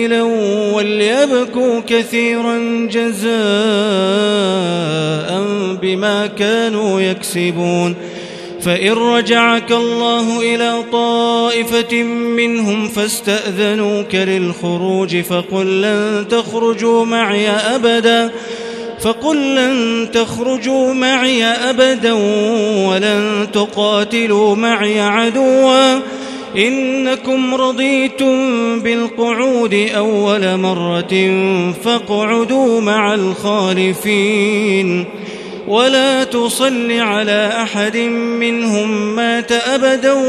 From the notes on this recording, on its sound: This is Live Recitation from Masjid ul-Haram in Al-Makkah Al-Mukarramah, 1440 H./2019 A.D.